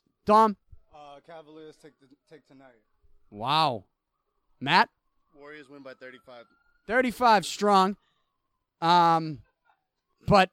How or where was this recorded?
outdoors